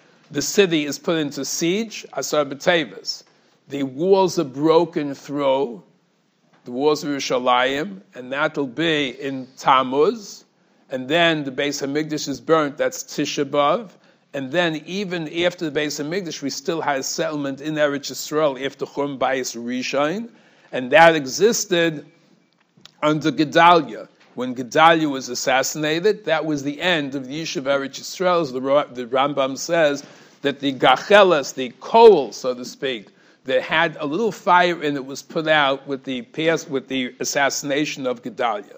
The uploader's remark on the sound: Shiur recorded in Yeshivas Ohr Reuven, Monsey, NY.